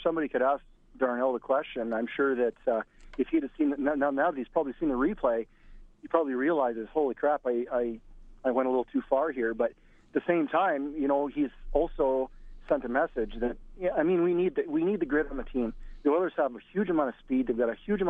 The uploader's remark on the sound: opens up the phones for your thoughts